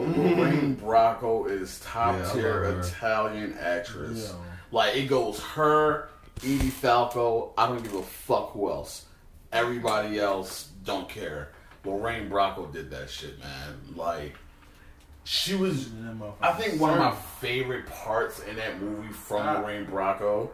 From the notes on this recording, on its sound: This episode has a lot of technical difficulties. If it seems like the convo just jumped to another point very abruptly, it absolutely did.